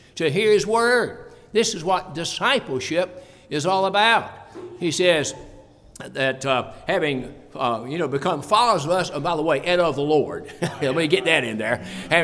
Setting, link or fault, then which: setting, large echoing room